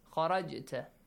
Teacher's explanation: when a ساكن letter from those five letters if they occur in the middle of a word, okay, it's a weak قَلْقَلَ not a strong one